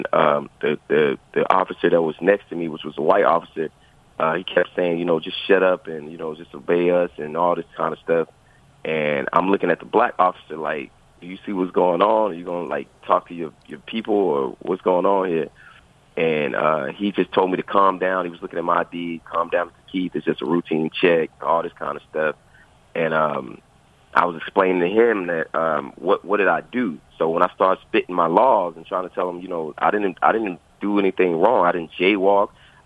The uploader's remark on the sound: Via phone commentary.